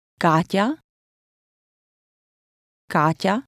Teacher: The letter that looks like a T with an apostrophe will have a T, Y sound, as in the middle of the English words meet you.